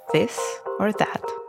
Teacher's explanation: Lick your front teeth for its voiced dental fricative, a slight lisp or hum